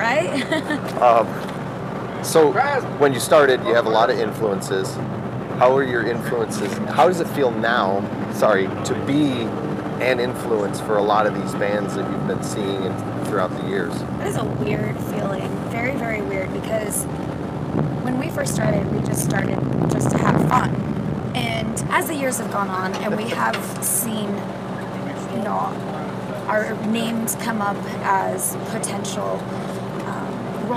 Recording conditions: background noise